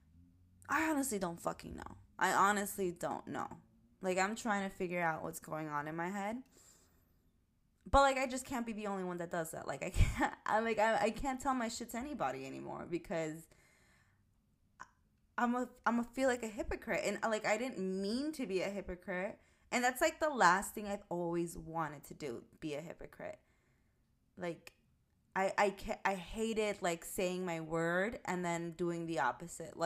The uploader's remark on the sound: Volume up! My recording seems low.